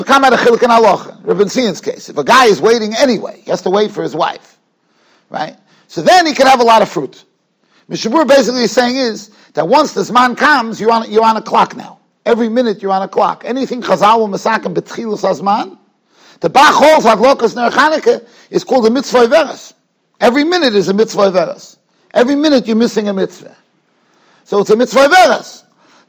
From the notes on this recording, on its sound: Shiur recorded in Yeshivas Ohr Reuven, Monsey, NY.